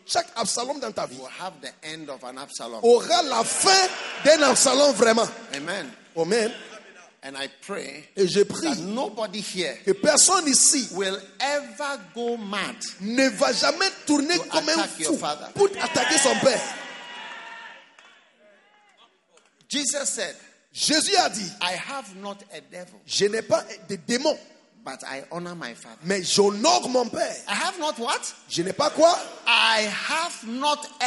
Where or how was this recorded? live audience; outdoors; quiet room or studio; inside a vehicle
live audience